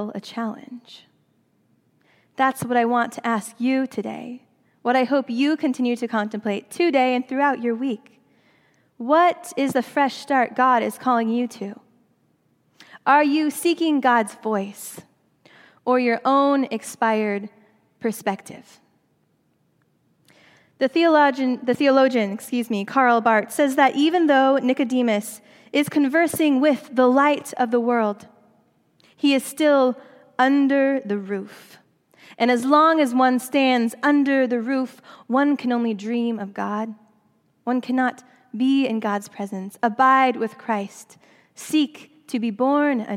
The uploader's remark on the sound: during the Traditional Worship service